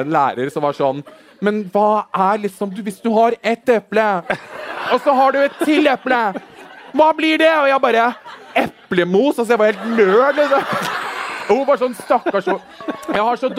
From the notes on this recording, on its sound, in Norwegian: Livepodcast på Hvaskjer i Oslo. God stemning.